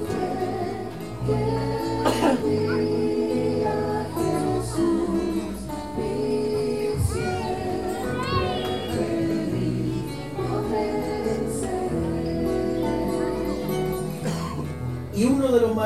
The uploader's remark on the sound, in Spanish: En vivo (sonido Ambiente). Temas entonados en la celebracion de sus 33 años de Aniversario de la Amada iglesia de San Ramon.